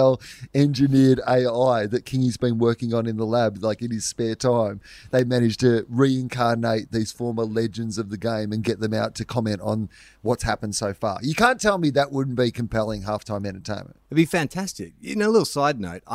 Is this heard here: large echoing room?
no